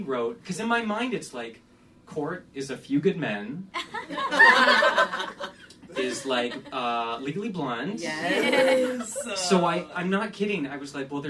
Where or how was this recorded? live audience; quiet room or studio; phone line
live audience